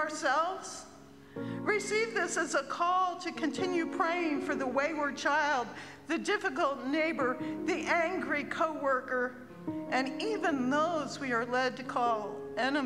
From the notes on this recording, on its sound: At Pender's Contemporary Worship Sunday on July 23, 2023